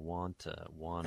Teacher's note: to, reducing all the way down to wanna, yeah. where we drop the T's and the to becomes just a schwa